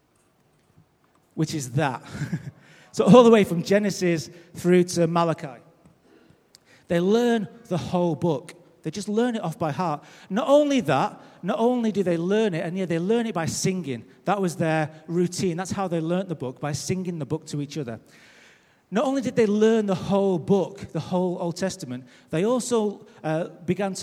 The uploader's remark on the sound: Recorded live at Life Church.